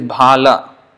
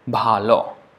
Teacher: if you write in the spelling, it is bhala, but the way it is pronounced, la becomes lo, bhalo. · Shown in: second take